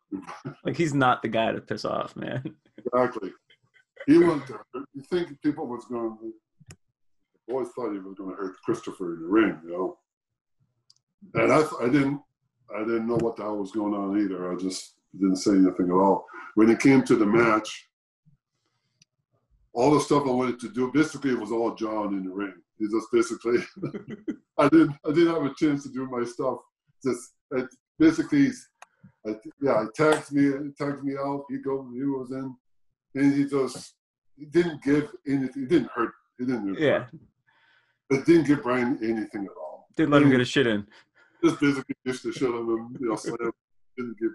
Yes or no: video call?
yes